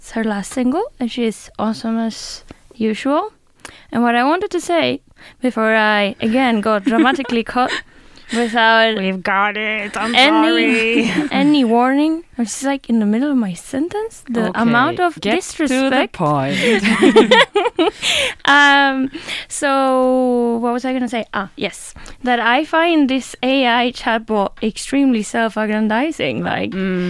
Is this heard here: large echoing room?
no